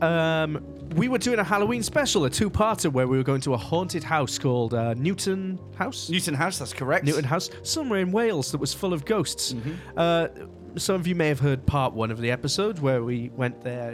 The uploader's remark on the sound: while waiting for their festival meals to arrive at Kensington’s, a swanky restaurant located somewhere in the UK